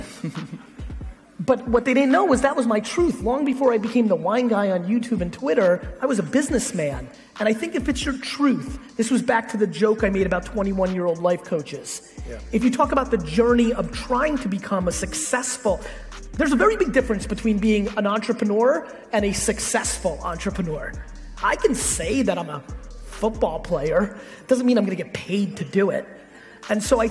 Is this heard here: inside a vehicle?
no